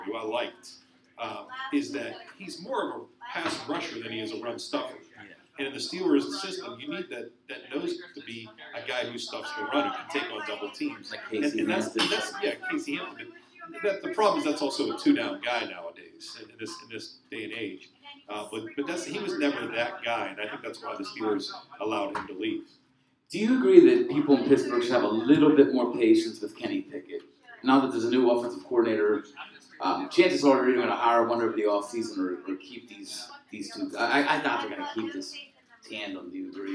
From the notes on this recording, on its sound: A special LIVE event at Gorman's Pub in Pittsburgh, PA. Thank you to Gorman's Pub for hosting.